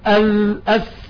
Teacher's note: الضاء والذال والثاء من طرف اللسان وفوق الثنايا العليا